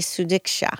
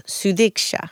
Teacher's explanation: you got to put like a little bit of a TH sound on the D · Shown in: second take